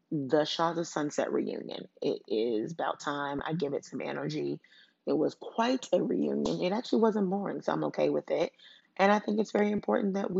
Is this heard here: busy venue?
no